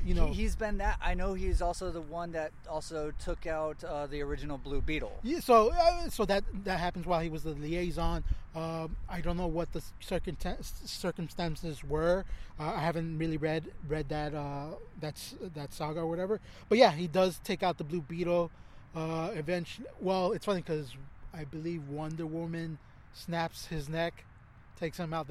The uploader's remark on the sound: Recording in Park. We recorded this in a park in Long Beach to maintain social distracting.